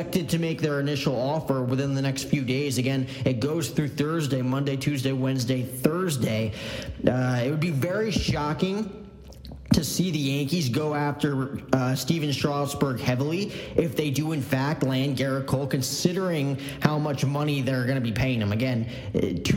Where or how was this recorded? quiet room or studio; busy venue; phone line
busy venue